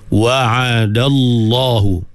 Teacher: Jadi dal tu nipis, lam tu yang tebalnya, taghliz, sebab lam tu pada lafzul jalalah sebelumnya berbaris fathah.